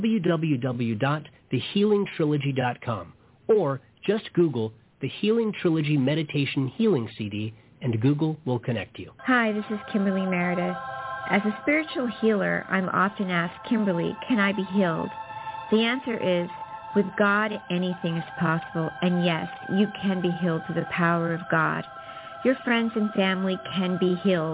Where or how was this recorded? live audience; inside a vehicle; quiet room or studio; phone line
phone line